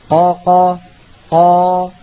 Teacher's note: إذن مططنا فتحة القاف بقدر نطقنا بفتحة أخرى هذا معنى قول العلماء يمد بمقدار حركتين وليست الحركتين حركتين الأصابع · Term: المد